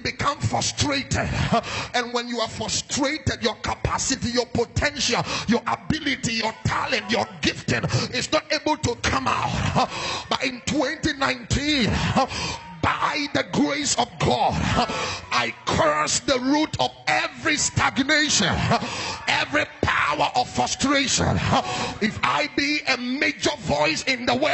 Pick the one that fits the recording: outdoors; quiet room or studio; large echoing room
large echoing room